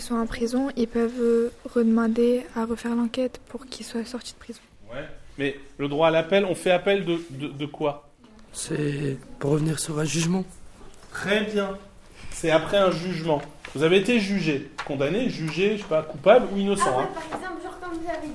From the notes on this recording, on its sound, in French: Débat des élèves de 4e8 enregistré en cours d'enseignement moral et civique.